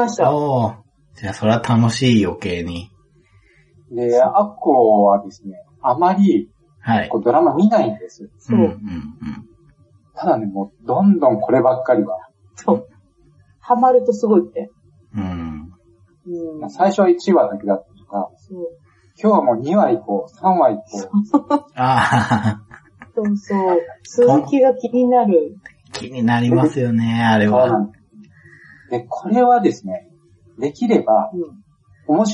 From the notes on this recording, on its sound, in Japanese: 何かとお聞き苦しいところもあるかと思いますが。